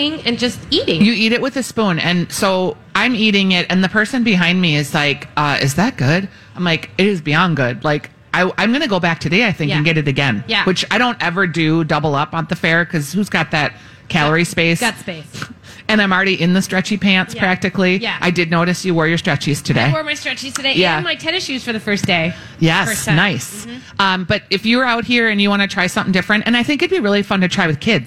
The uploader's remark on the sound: Live From The Minnesota State Fair